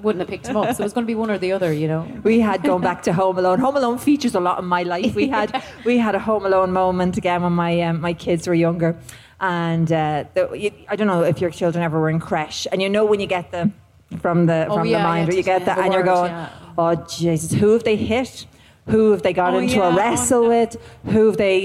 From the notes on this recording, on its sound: live from Electric Picnic!